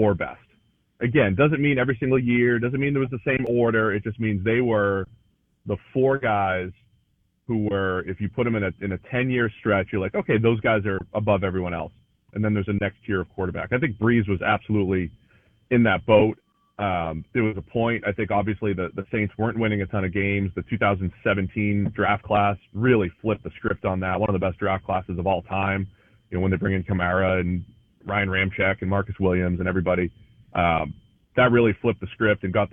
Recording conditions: phone line